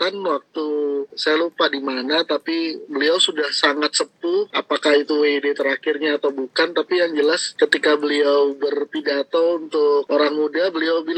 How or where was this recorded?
video call